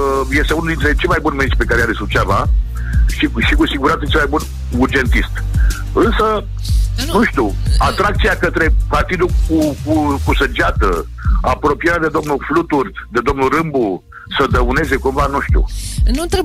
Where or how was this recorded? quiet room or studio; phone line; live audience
phone line